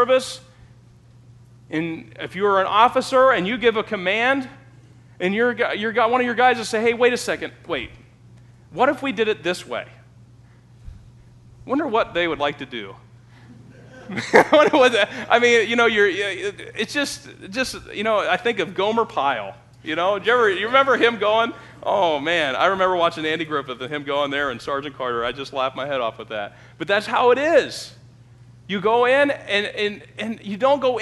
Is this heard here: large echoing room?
yes